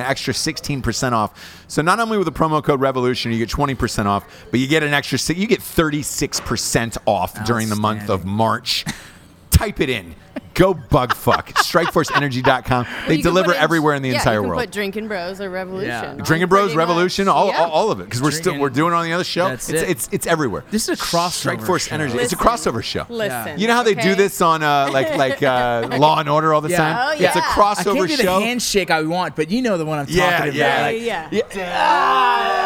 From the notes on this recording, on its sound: As they go live from an LA dive bar.